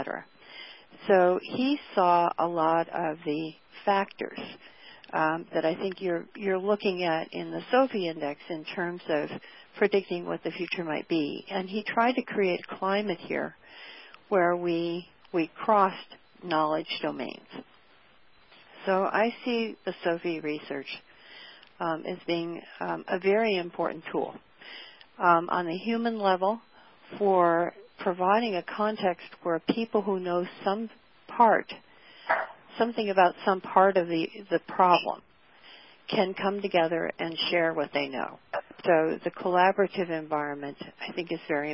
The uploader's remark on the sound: Was featured both as an augmented conference call and simultaneously on NASA's "SecondLife: Explorer Island" virtual world settings.